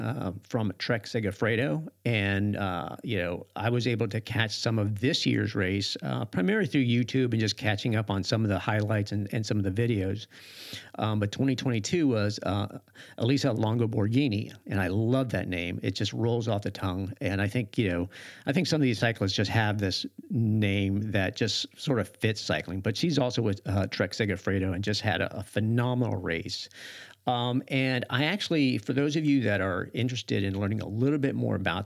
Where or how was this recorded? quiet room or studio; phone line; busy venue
quiet room or studio